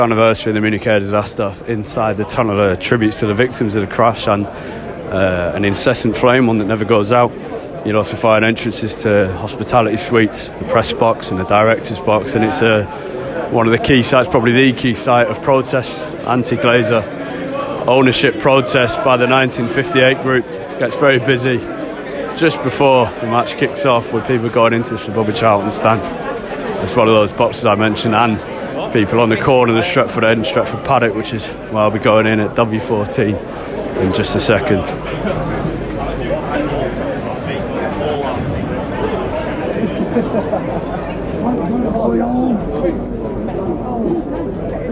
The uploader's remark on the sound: United host Crystal Palace in the League Cup. This episode is more about the noise of matchday at Old Trafford.